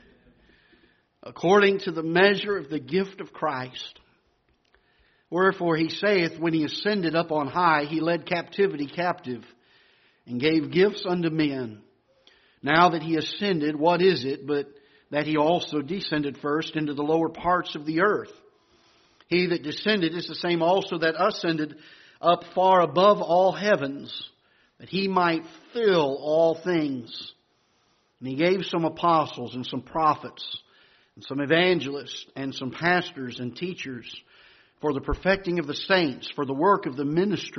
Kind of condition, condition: setting, large echoing room